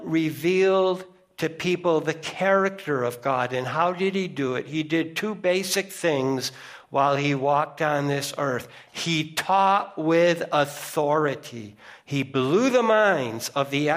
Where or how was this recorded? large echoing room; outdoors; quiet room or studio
large echoing room